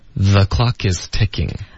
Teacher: 所以我们的重音是 clock 的这个音节